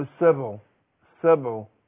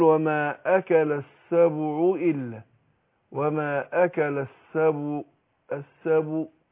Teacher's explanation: انا يعني اكون حريص على ضم الباء مع العين · Shown in: second take